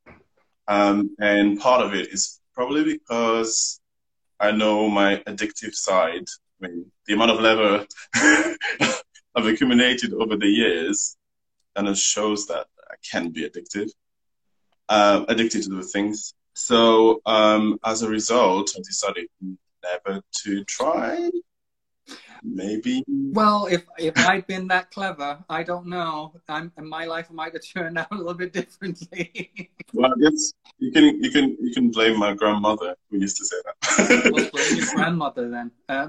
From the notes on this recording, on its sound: Recorded on 18 July 2020 on Instagram Live